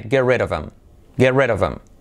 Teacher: Nos comemos la H y la I como una E.